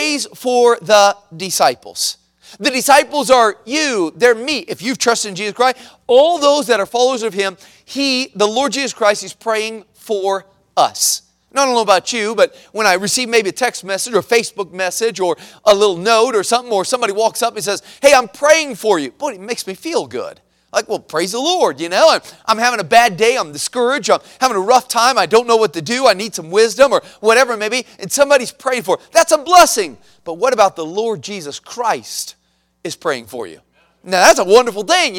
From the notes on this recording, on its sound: at the Missions Conference on March 26, 2023, at Victory Baptist Church in Boonsboro, Maryland.